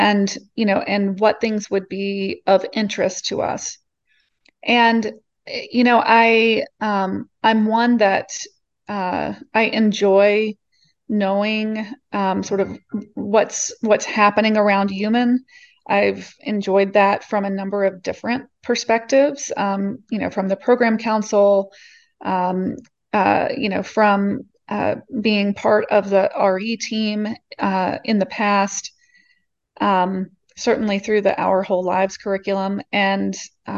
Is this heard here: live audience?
no